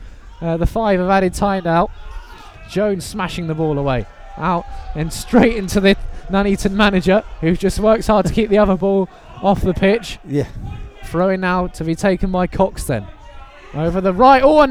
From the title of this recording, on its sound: FULL COMMENTARY: Nuneaton Borough v Hitchin Town FC